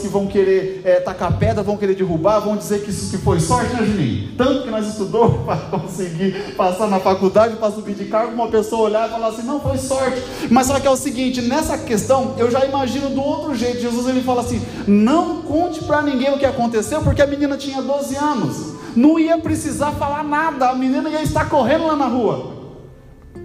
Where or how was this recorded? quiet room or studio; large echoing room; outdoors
large echoing room